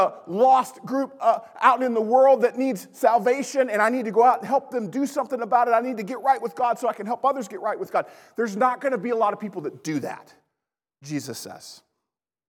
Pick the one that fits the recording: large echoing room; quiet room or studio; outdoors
large echoing room